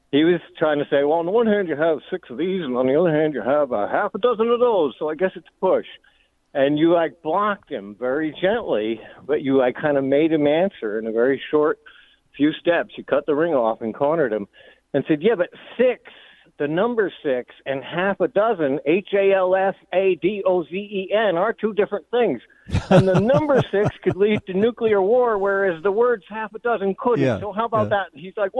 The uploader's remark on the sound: Then, we take phone calls.